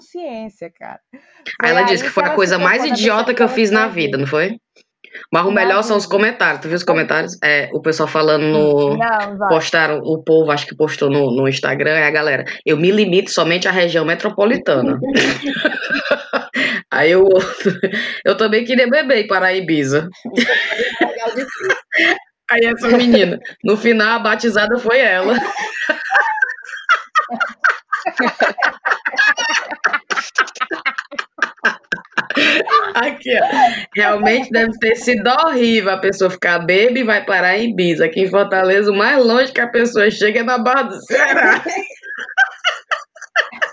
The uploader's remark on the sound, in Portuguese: Ainda estamos procurando uma maneira legal pra garantir um áudio bom de se escutar, mas tá dificil. Esse áudio de qualidade duvidosa.